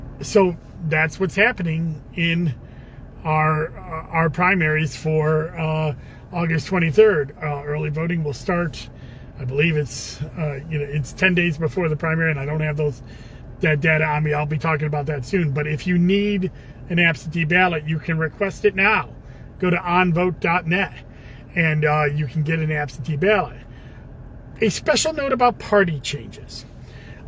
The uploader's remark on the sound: in the car